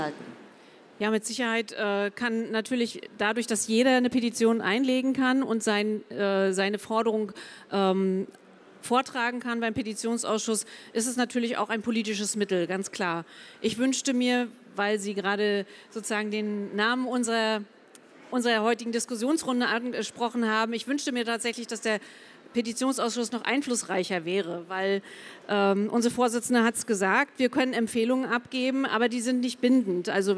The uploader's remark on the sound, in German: Podiumsdiskussion des Petitionsausschusses.